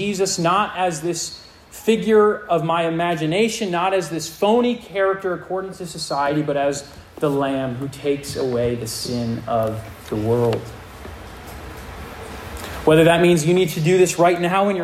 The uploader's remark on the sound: This sermon was preached to a Junior + Senior High audience